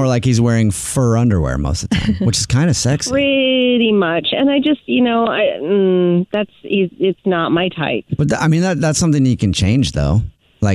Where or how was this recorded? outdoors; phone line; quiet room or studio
phone line